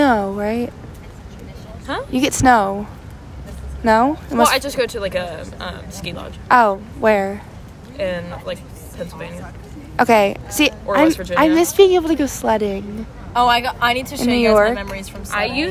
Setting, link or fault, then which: fault, sounds in the background